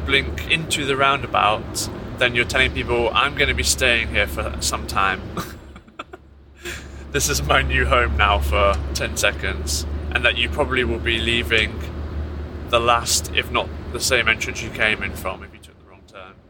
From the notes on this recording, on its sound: The Car-Cast. We're not watching anything or listening to anything, we're just talking. We normally talk in the car.